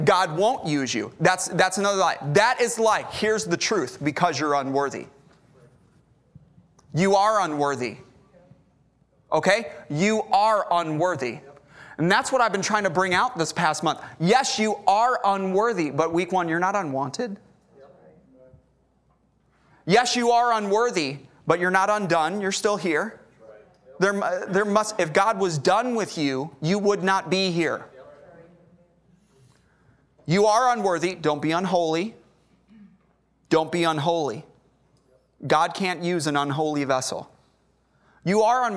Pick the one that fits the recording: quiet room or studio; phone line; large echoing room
large echoing room